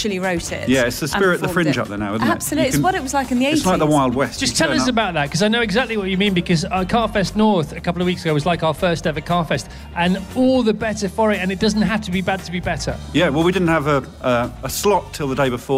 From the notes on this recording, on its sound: The show comes live for Laverstoke Park Farm for CarFest South! Virgin Radio UK.